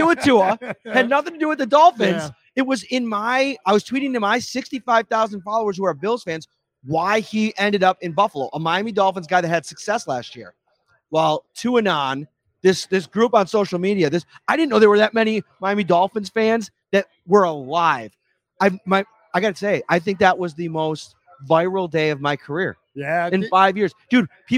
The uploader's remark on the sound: It’s another Imperial Live Series episode on Talking Buffalo. Streamed live from Imperial Pizza in South Buffalo. Thank you again to Imperial Pizza (1035 Abbott) for hosting this live series.